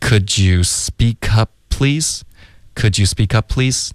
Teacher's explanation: Speak up, OK?然后 cup 这个 p 的音跟 please 这个 p 的音有点冲突，连发两个一模一样的音。如果你说 speak up please, up please, up please,我这样说有点口吃了感觉，就不舒服，所以我们就省第一个 speak up,你的嘴唇合上导致一个干脆的停顿， speak up cup,然后你嘴唇合上呢再爆后面的 please, speak up please,一个停顿代表第一个 p 的音，嘴唇合上了，然后 please,你的嘴唇爆的时候爆第二个 please 的 p, OK,所以这两个 p 的音呢对一个老外来说你都发出来了，只是第一个是用了一个停顿代表它，第二个呢就直接爆了一个 p 的音。